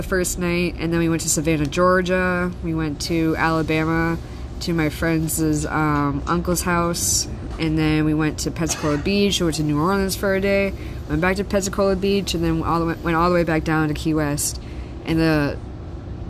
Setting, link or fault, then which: setting, busy venue